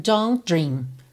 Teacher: Aqui você repara que nem houve o T de don't, vai direto don't dream.